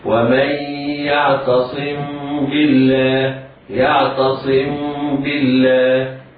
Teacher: الميم إذا لقيت الباء يكون حكمها الإخفاء، ولكن مع إطباق الشفتين ولا يكون هناك إلا شيء قليل جدا لخروج النفس من بين الشفتين، وليس كما يقول بعض الناس في أيامنا هذه انفراجة واسعة حتى يتم الإخفاء لأنه لا يعتمد على المخرج.